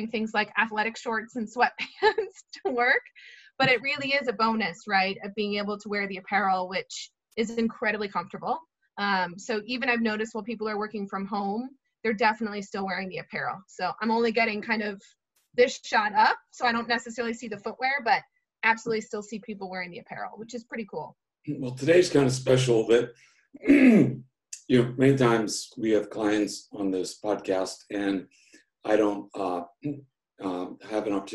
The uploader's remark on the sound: Hosted a fireside chat via Zoom. Our virtual thought leadership series, The Retail Record.